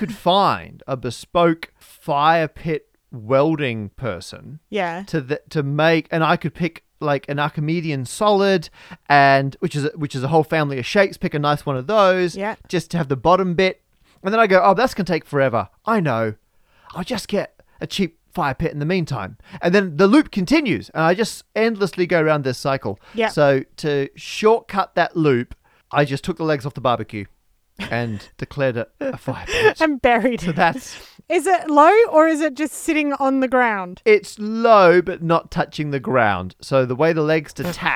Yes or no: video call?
no